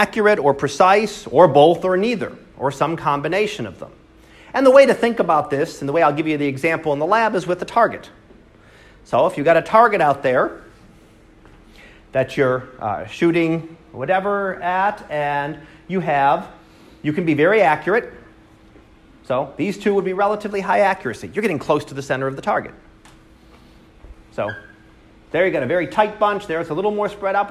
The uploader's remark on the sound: Live Class Lecture